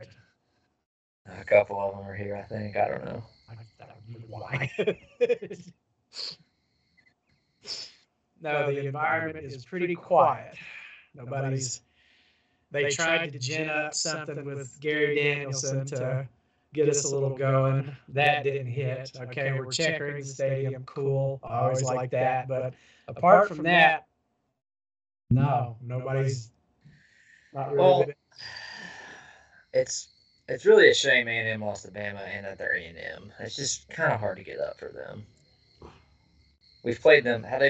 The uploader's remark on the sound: didn't make sure his audio was recording until later in the episode, sorry folks